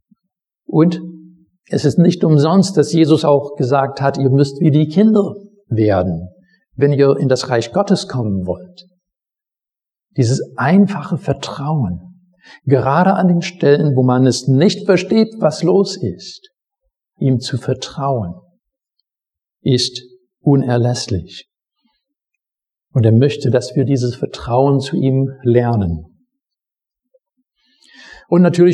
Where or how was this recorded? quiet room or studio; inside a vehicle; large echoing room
large echoing room